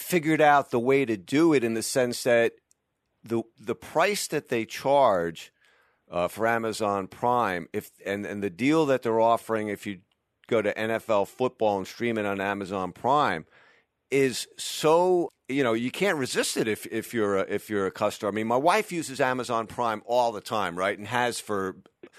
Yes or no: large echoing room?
no